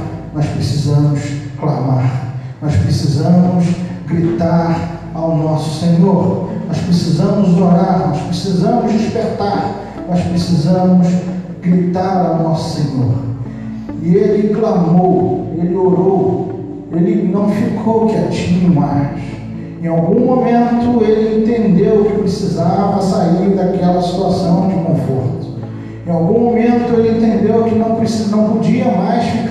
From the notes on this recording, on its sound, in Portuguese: As mensagens foram gravadas na Igreja Batista Central em Jardim Amendoeira, São Gonçalo - RJ.